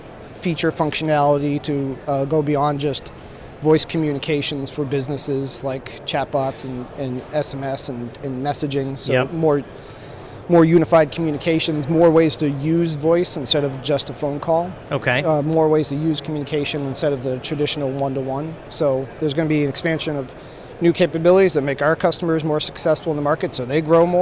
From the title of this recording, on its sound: Live from FiberConnect 2019